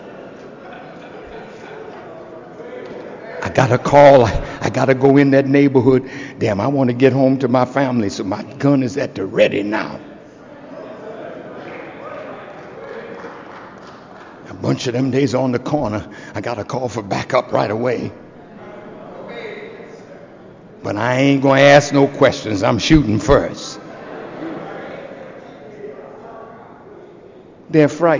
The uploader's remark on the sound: This podcast is an excerpt from a message by the same name delivered October 28, 2007 in Chicago, Illinois.